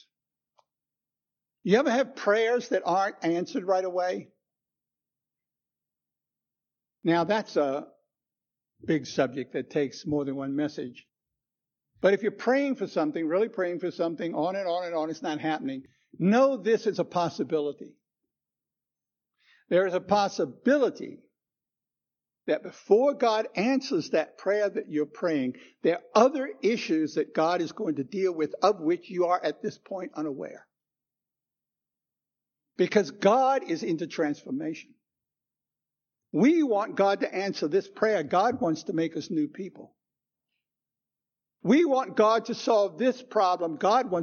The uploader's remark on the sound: Recorded 10/09/2016 at Christ Church Anglican